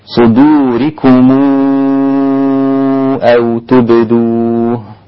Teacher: ما في صدوركم، صدوركم أو تبدوه، ضم ميم الجمع ابن كثير وأبو جعفر وكذلك الإمام قالوا من وجه الصلة، والإمام ورش انضم معهم لأن بعد الميم الساكنة همزة، فورش يشبع المد ست حركات